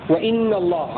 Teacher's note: على الاستئناف يقرأ الكساء بكسر الهمزة. وقرأ الباقون بفتحها وأن الله عطفا على يستبشرون بنعمة من الله.